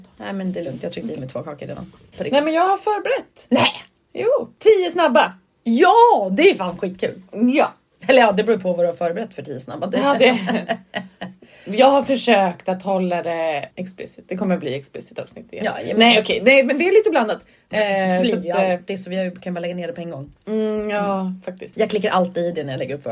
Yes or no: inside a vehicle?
no